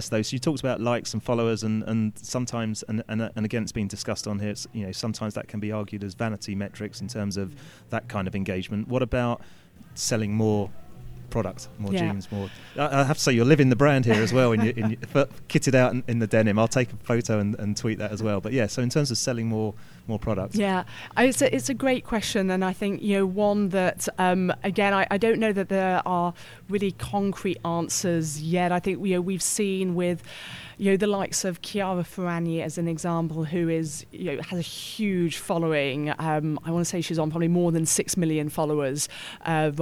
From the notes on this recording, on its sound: Recorded at PRWeek's PR360 conference